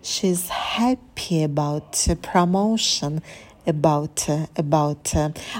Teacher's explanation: Поэтому мы соединяем эти неударные слова тем, что просто выкидываем звук х.